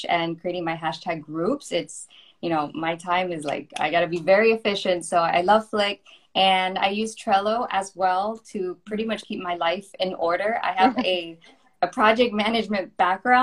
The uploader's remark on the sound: you'll hear the replay from our Live Instagram Expert chat